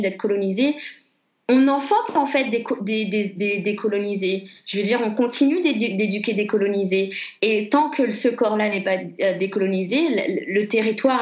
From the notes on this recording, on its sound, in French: Nous avons enregistré via Skype.